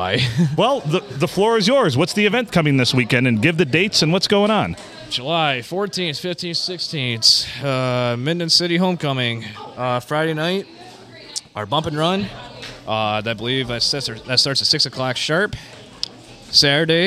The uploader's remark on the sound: Recorded from our normal table at the Blue, after a little snafu on a Sunday night in the glorious 4-69!